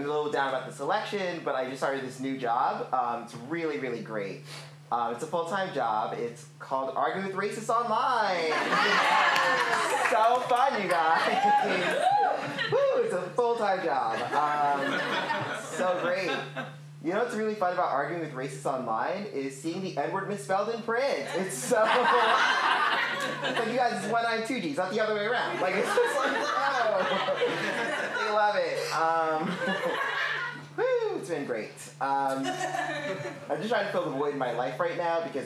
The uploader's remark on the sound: Recorded Live at The Magnet Theater.